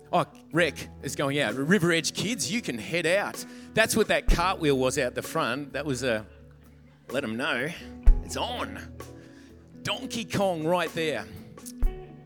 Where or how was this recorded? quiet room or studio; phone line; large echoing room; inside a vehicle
large echoing room